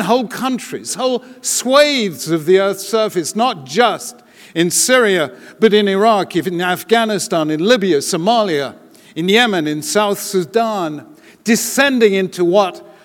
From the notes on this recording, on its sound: delivered the opening plenary keynote address at the Jewish Federations of North America's annual General Assembly in Washington DC